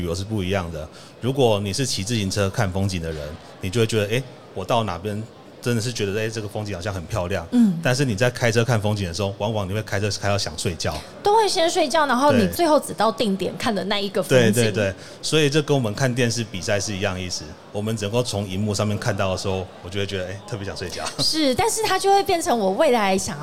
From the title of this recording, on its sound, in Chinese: 2022 Taipei Cycle台北國際自行車展-Live Podcast